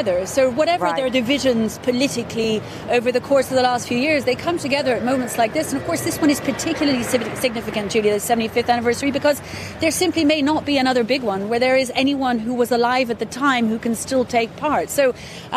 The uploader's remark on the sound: live from the New York Stock Exchange